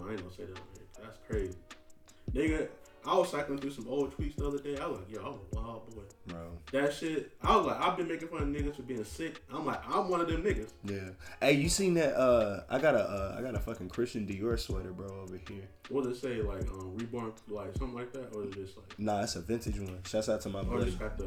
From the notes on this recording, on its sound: My mic died while recording, so if you listening turn it up all the way.